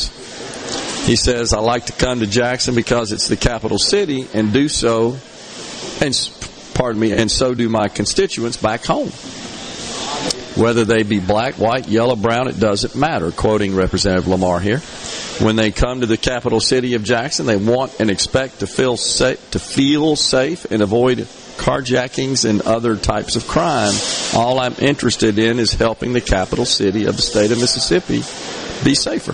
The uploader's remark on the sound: LIVE from the Mississippi Trademart for the Dixie National Sale of Junior Champions